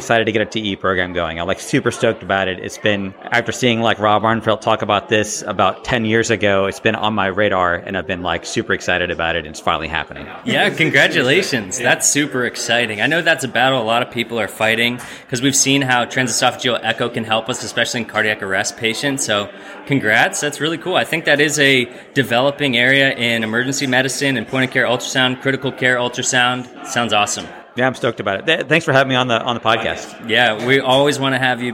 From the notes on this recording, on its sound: The GEL crew traveled to Portland, Maine to do some on-the-street reporting at the annual conference for the Society of Clinical Ultrasound Fellowships (SCUF). What evolved was a series of incredible mini-interviews.